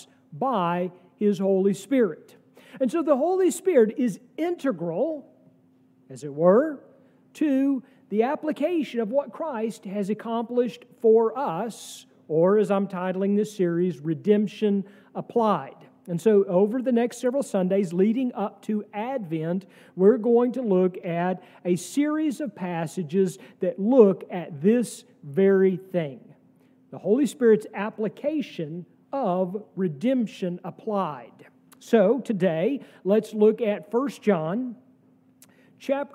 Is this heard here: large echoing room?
yes